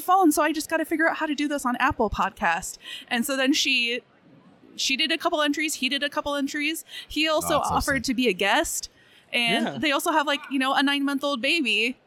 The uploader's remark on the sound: Recorded on-location during day one of Des Moines Con 2023